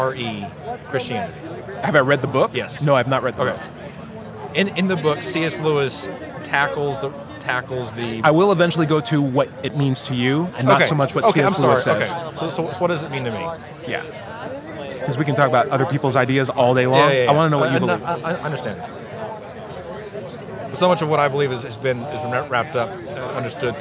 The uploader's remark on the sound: Recorded at Politicon 2019 in Nashville, TN.